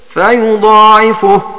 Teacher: بتخفيف العين وإثبات الألف قبلها ورفع الفاء